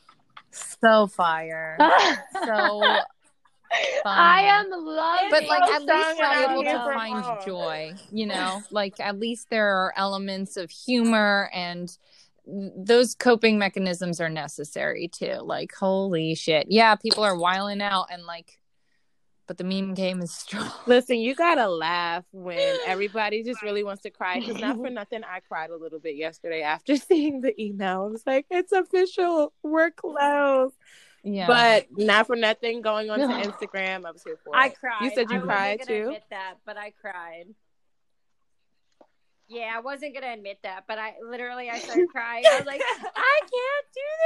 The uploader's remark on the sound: It's the start of quarantine. On a group call to record a special episode.